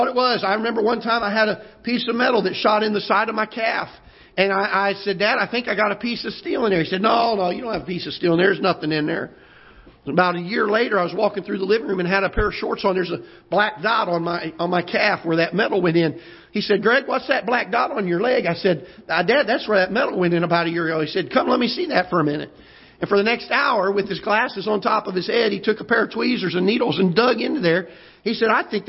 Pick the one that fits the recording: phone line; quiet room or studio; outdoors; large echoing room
large echoing room